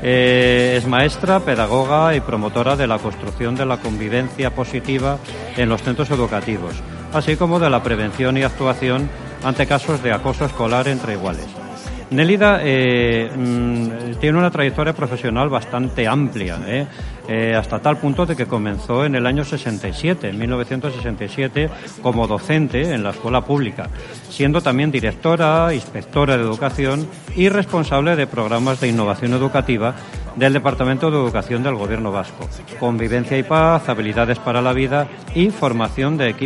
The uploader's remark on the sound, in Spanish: Este día hicimos una programa en directo desde el XIV Encuentro estatal de Ciudades Educadoras que se celebró en Sevilla.